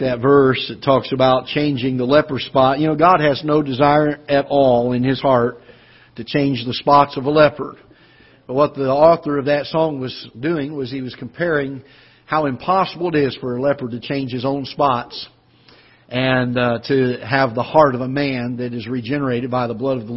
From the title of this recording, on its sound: Ketha Heights Baptist Church ~ Live Broadcast